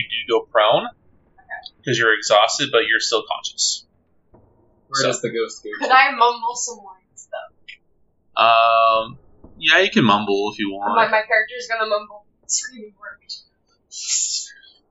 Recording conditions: poor sound quality